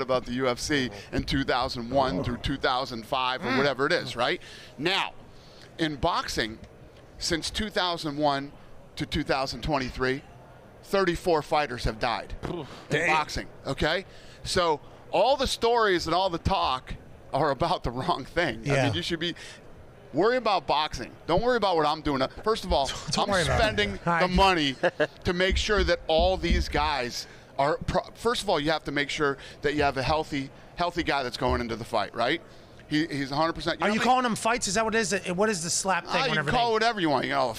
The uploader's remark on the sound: LIVE from radio row in BEAUTIFUL Phoenix, Arizona.